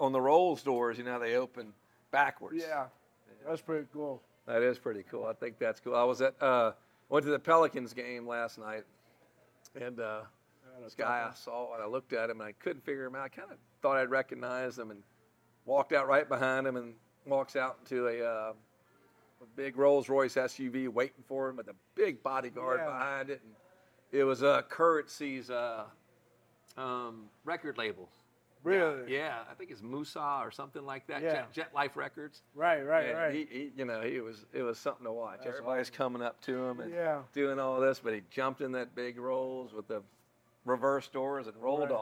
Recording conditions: busy venue